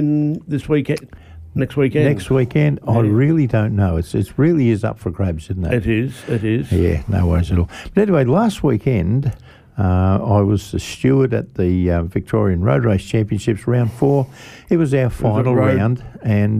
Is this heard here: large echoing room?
no